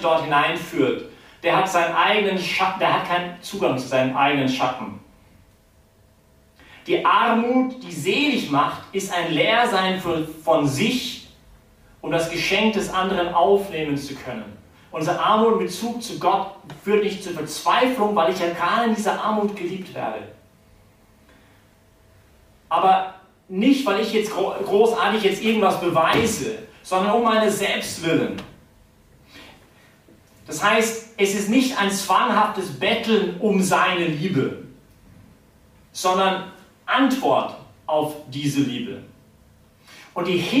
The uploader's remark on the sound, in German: die Predigt wärhend der BeFree Messe gehalten